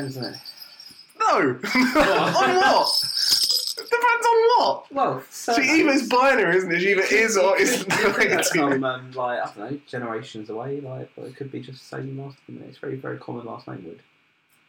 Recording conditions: poor sound quality